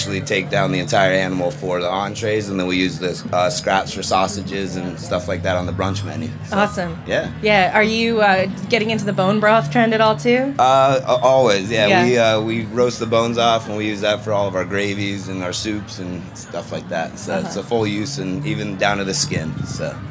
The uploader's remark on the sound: Day three at Charleston Wine + Food festival. At the Springer Mountain Farms campfire!